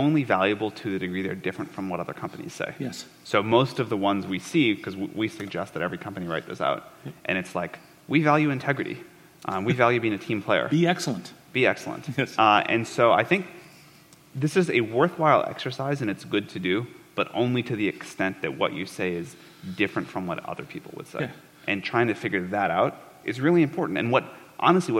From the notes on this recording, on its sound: This fireside was recorded at The Scaleup Offsite, an event focused on scaling companies co-hosted by Greylock Partners and YC Continuity.